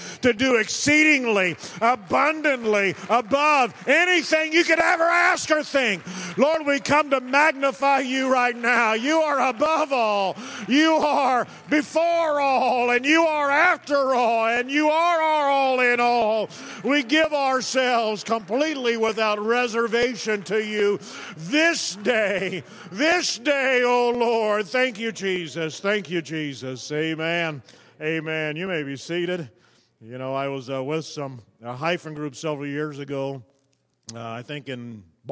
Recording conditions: large echoing room